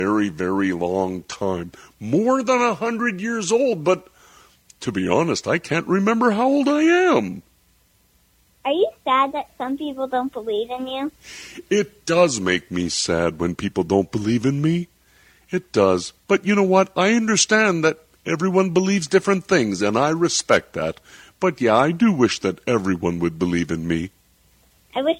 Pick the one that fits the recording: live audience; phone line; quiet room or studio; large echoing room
phone line